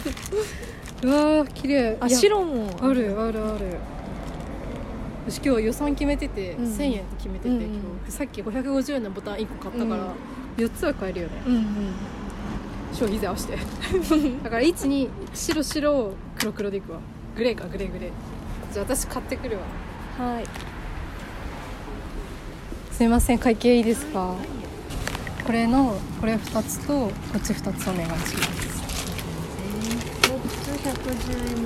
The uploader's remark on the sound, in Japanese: 生地を扱うお店が90軒以上も集まる繊維街でのロケの様子と、日暮里・元映画館で収録したトークをお届けします。ロケ地 元映画館、ZAKZAK、E&SON FABRIC。